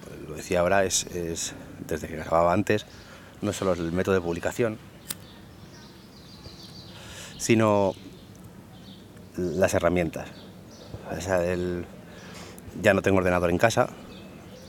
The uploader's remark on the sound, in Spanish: Con sonido ambiente y desde un parque